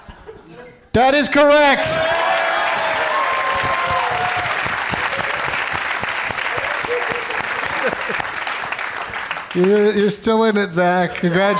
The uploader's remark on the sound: Live from Largo in LA